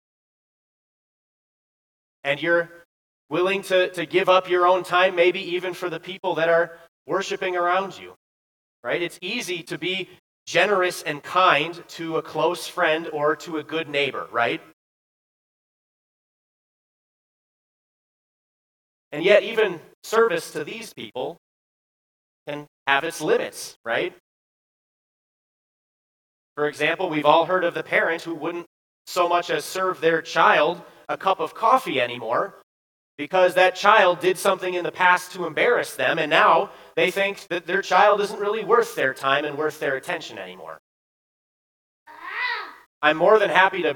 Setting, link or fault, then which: setting, large echoing room